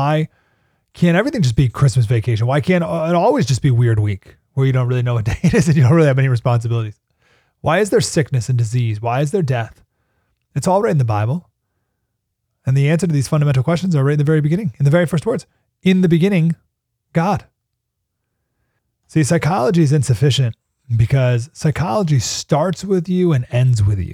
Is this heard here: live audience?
no